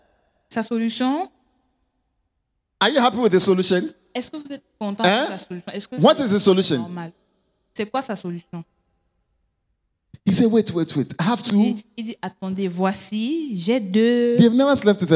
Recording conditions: large echoing room